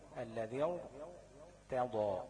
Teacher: طيب، يبقى كده الراء وقعت ساكنه بعد كسر اللي هو الذال المكسور، ودي برضه هتبقى مفخمه